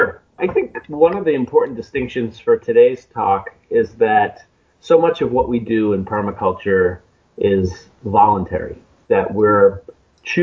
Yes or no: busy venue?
no